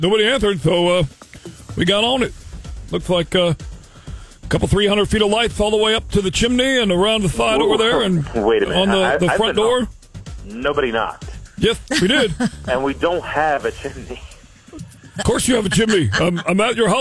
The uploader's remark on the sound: Friday Phone Jacks Prank Call.